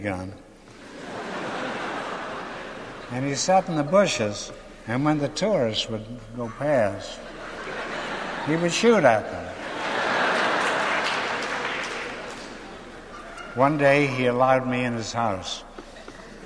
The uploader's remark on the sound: This a recording from 1972 at New York City's Carnegie Hall of the last one-man show.